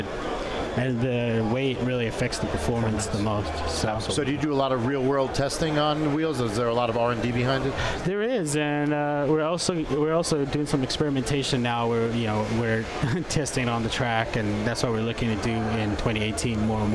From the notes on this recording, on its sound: UNIQUE RADIO’S SPECIAL COVERAGE OF SEMA 2017 LIVE FROM THE ORAFOL BOOTH